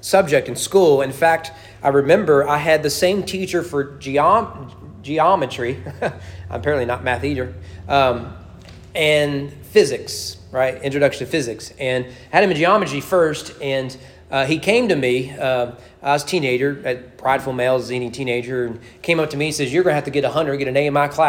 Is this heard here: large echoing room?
yes